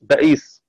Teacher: وقرأ الباقون بفتح الباء وبعدها همزة مكسورة وبعدها ياء ساكنة على زنة رئيس بئيس.